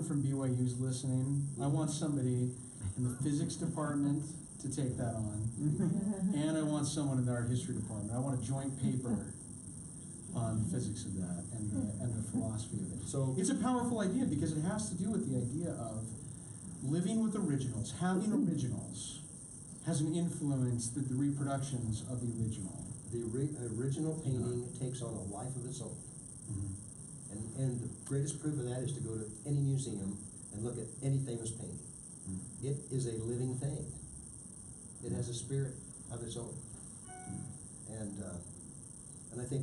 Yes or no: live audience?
yes